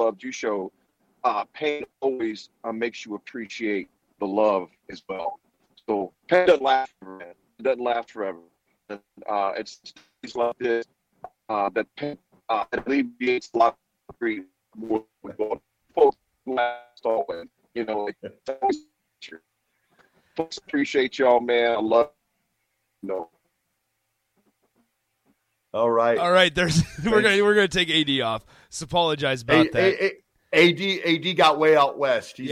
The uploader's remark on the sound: calls in to round out our guests!